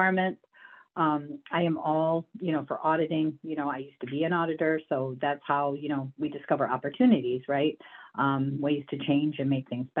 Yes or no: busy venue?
no